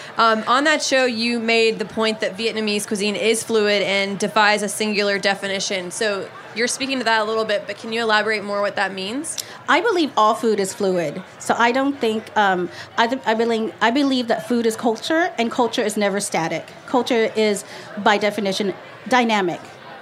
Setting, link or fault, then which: setting, busy venue